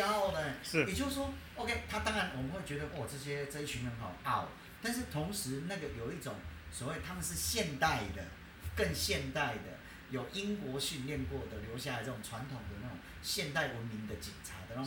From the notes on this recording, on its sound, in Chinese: 收音有一點點小狀況